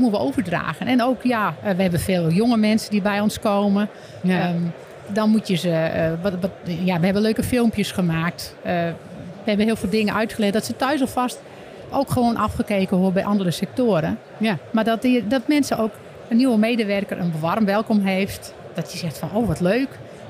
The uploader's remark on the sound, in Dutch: Ook deze aflevering hebben we weer opgenomen op de beurs Gastvrij Rotterdam.